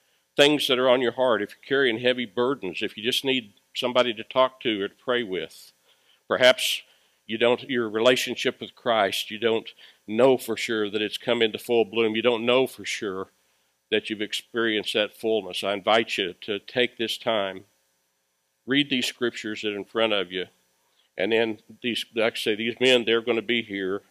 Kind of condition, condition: setting, large echoing room